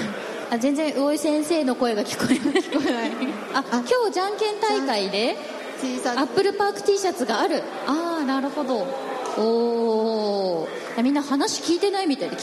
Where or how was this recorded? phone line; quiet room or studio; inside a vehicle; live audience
live audience